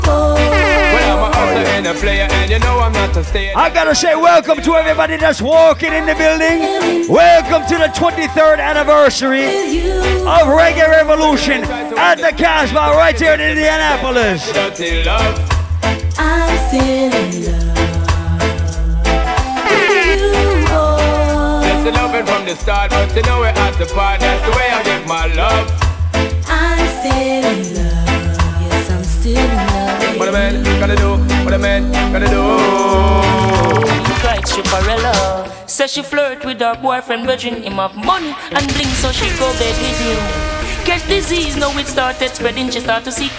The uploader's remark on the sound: Live audio recording of my full set at the Reggae Revolution 23rd Anniversary at the Casba in Indianapolis, IN on Sunday, June 6.